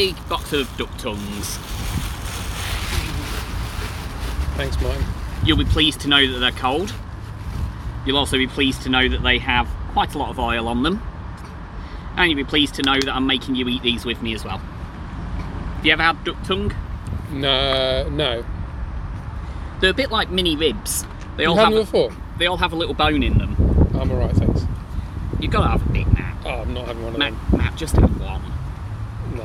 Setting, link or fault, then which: setting, outdoors